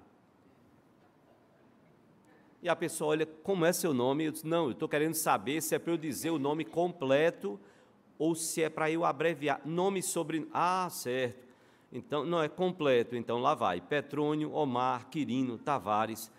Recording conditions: large echoing room